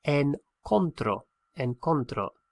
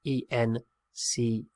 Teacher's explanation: It's an irregular verb, and the stress of the pronunciation on that first O splits the O into a U and an E · Shown in: second take